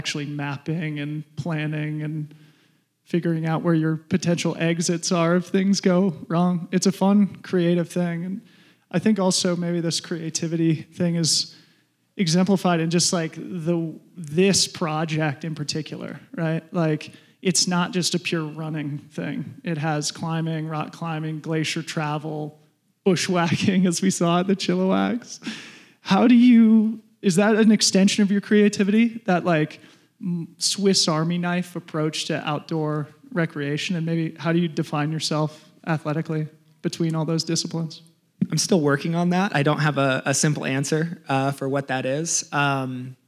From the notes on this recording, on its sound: This is our first ever LIVE PODCAST! We recorded this on stage in Golden, CO after a screening of The Journey to 100.